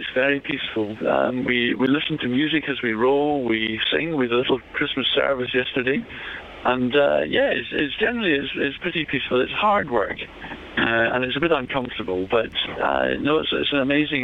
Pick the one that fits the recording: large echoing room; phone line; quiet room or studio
phone line